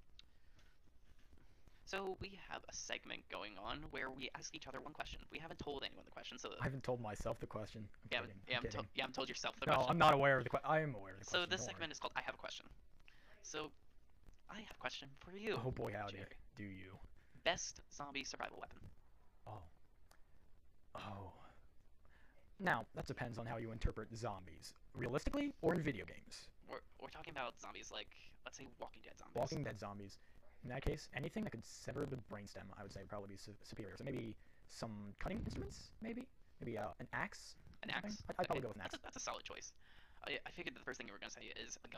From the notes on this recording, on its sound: Apologies for any audio discrepancies